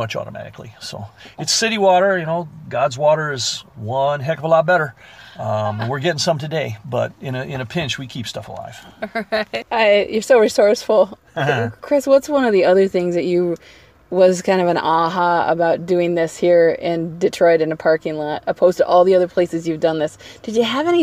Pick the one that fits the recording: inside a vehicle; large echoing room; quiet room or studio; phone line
inside a vehicle